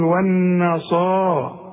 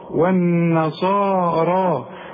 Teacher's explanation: الصاد بقى من أعلى درجات التفخيم لأنها بعدها ألف